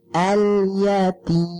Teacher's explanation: Nah, mim ketika dia kita wakofkan, ketika kita sukunkan, maka kita baca dengan apa? Merapatkan bibir kita.